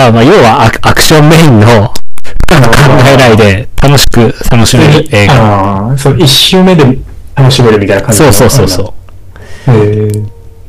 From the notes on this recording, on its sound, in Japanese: 設定ミスって軍事無線みたいな音質になってます